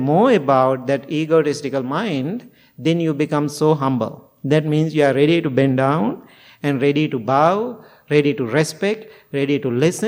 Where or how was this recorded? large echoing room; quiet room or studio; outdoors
large echoing room